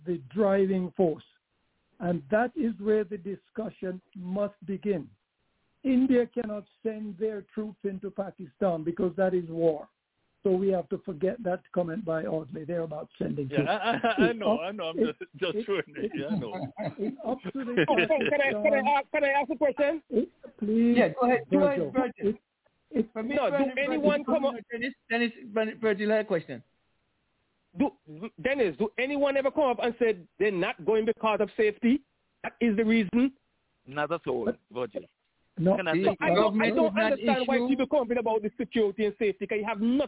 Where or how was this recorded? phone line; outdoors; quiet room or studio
phone line